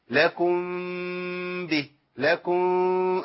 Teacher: خد بالك كده لكم به لك ان تقرا لكم به وده اللي بقرا به وده اللي تعلمته من مشايخي ان انا اعمل فرجه بسيطه بين الشفتين. ولا ننكر على من ياتي بايه باطباق الشفتين بس دون جز لكم به لكم. · Term: الاخفاء الشفوي